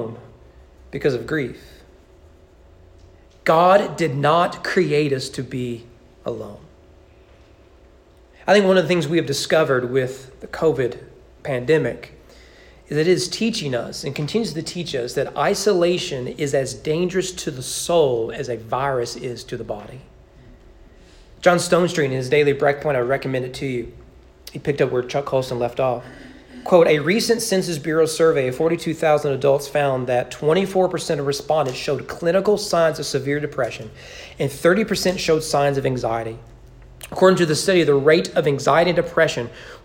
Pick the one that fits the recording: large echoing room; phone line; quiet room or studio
large echoing room